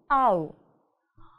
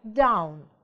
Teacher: Начинаем с буковки А, да, с такого низкого звука А и заканчиваем на У.